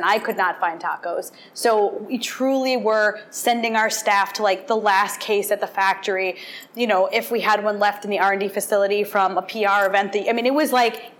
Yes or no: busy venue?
yes